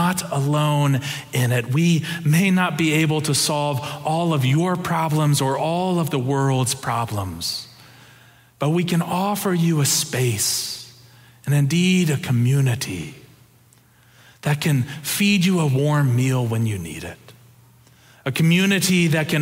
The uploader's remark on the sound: Preached October 23, 2022 in the Traditional and MorningSong Worship Services.